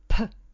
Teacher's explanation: so eine leichte Behauchung haben. Man hört so ein bisschen den Atem.